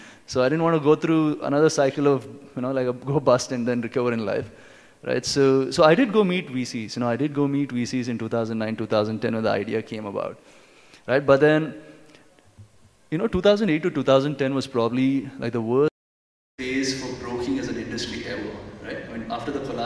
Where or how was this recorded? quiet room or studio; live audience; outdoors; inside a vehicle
live audience